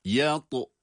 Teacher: Yatu hem kalın hem kalkale sesi.